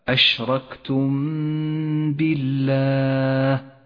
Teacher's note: اللام المرققة في لفظ الجلالة، جاءت مرققة لأنها سبقت بحرف مكسور